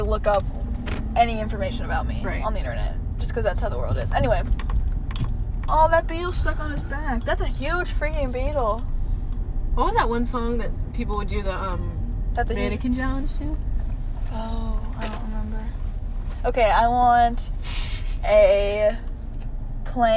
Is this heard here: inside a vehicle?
yes